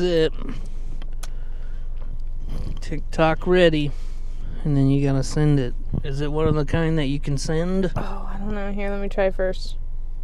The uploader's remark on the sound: This episode was recorded last minute on the morning before it was scheduled to be released. We bring recording equipment with us as we drive around to get breakfast and run some errands. An experimental car ride edition of the show.